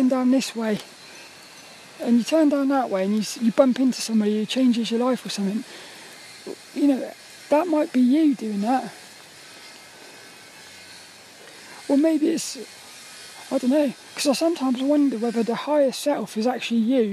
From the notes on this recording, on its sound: This 'About The Tings' episode is a Walk and Talk. As I got caught in a downpour. I recorded this one under the shelter of the trees, which created lots of nice ambient sounds to enjoy.